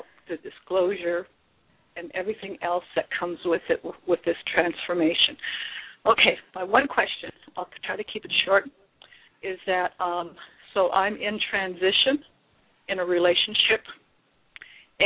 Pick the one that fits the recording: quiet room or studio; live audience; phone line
phone line